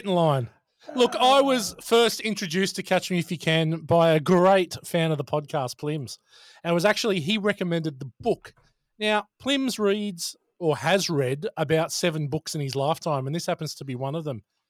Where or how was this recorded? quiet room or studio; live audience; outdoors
quiet room or studio